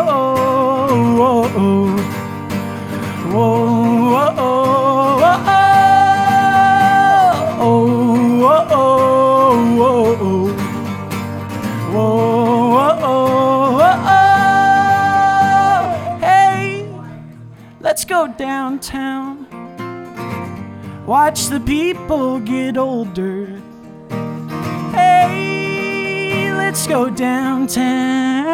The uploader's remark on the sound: Van Sessions at The Monarch. Ogden's First Friday Art Stroll. A LIVE studio audience recording. Thanks to everyone who came out to the live show! The Monarch Building in Ogden, Utah.